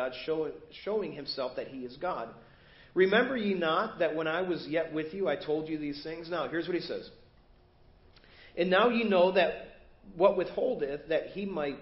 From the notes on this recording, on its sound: Preached at First Baptist Church of Hazel Park